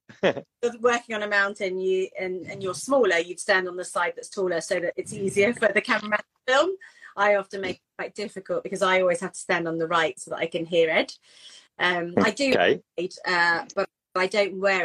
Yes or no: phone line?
no